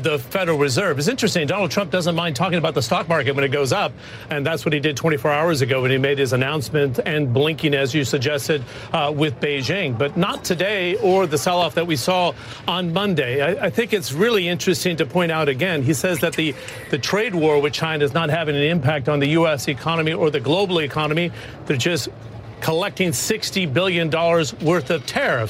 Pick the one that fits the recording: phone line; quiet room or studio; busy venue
busy venue